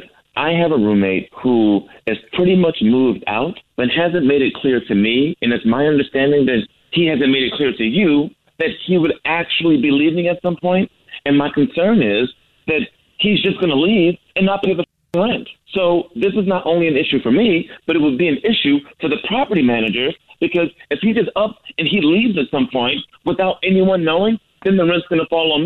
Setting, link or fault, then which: link, phone line